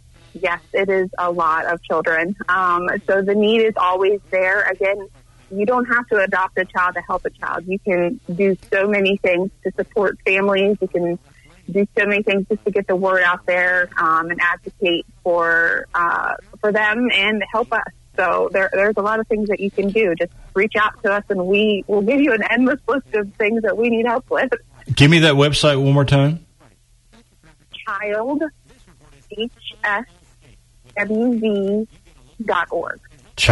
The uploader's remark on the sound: called